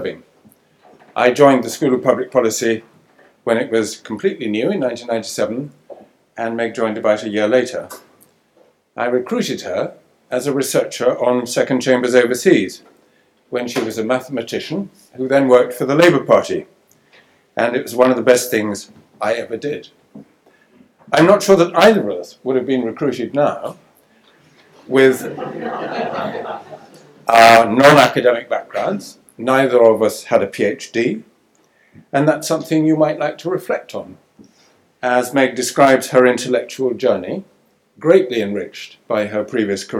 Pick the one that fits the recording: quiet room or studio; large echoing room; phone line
large echoing room